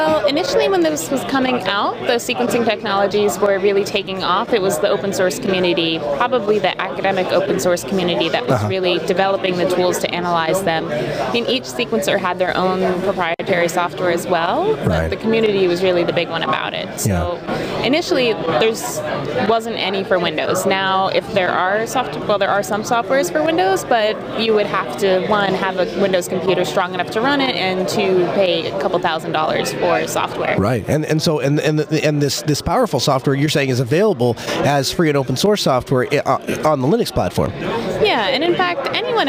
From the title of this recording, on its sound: Live from SouthEast LinuxFest